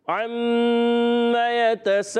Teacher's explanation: پیارے بچوں اور مندی چینل کے ناظرین، عم عین سے اسٹارٹ ہوتا ہے، عین ادا ہوتا ہے حلق کے درمیان والے حصے سے